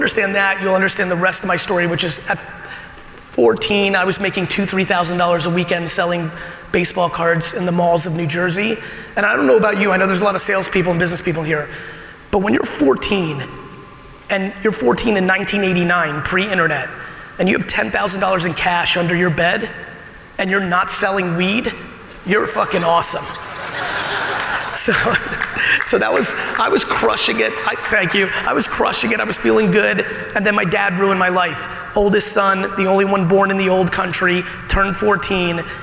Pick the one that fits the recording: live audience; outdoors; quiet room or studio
live audience